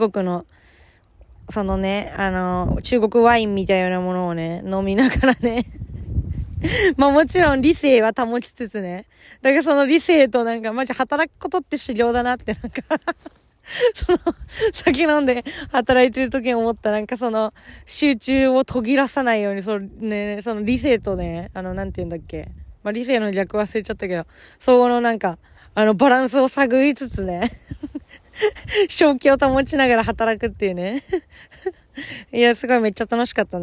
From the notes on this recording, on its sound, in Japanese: 今日は初の試みで海の近くで収録してみました。せっかく素敵な公園にいるので。